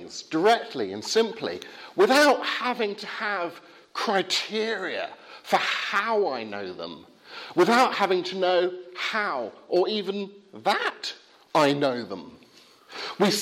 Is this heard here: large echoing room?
yes